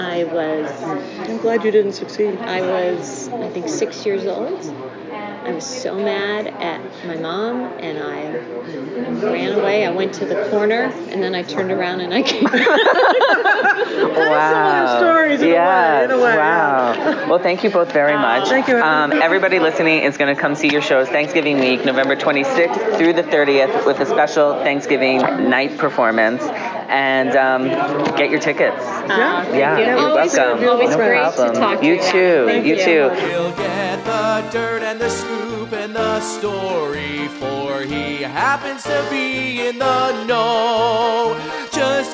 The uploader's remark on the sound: live from Feinstein's/54 Below press day